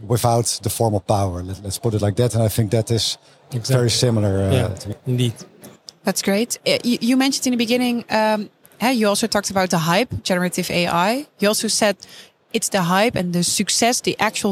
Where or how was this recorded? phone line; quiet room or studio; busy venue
busy venue